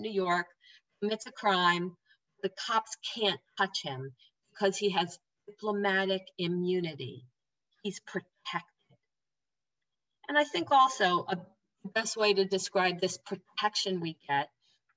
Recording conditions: video call